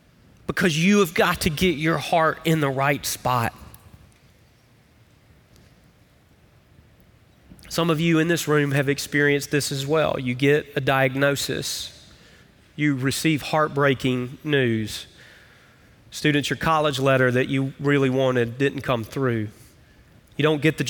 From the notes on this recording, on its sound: Recorded live at Brookwood Church.